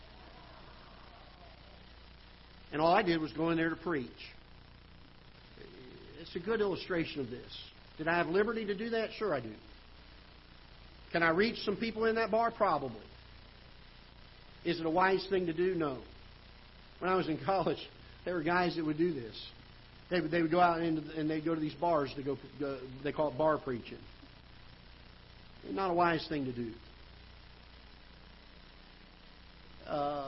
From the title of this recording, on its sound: Ketha Heights Baptist Church ~ Live Broadcast